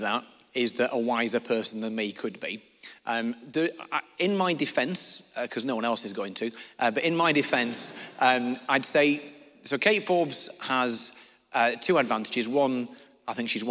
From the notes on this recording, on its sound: answered questions from the audience